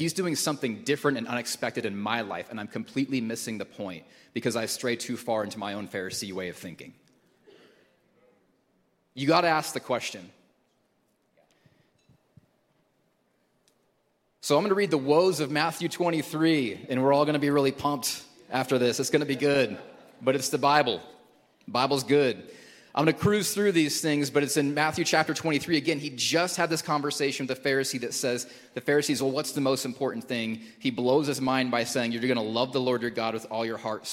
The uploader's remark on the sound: Recorded at Hope Church in Springfield, MO